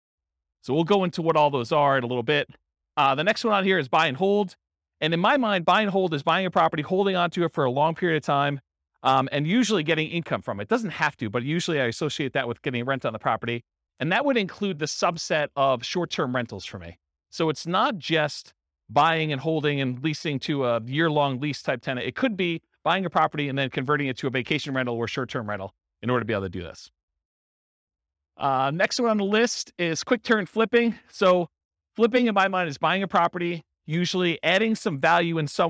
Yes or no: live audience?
yes